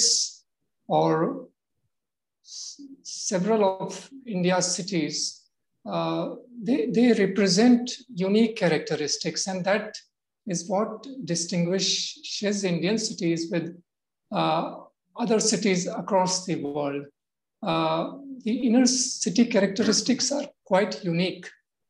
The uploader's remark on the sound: Zoom and Facebook Live